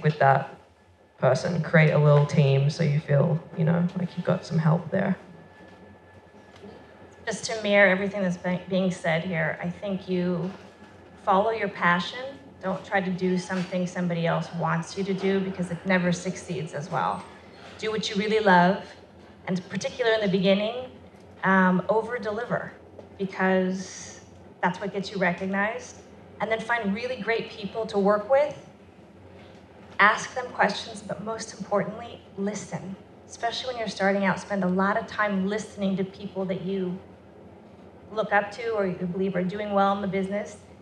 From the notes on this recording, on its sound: Recorded at the Guild of Music Supervisors 4th Annual 'State of Music in Media' Conference held at USC on September 15th, 2018.